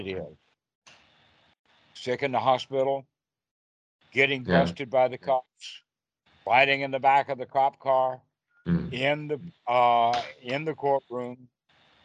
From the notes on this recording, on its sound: skype calls on this channel